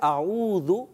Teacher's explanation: یہ زال پڑھنا ہے آپ نے، اعوذ زا نہیں پڑھنا